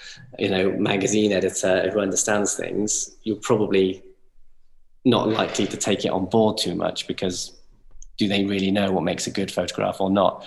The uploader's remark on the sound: Recorded using Zoom between North London and Cheltenham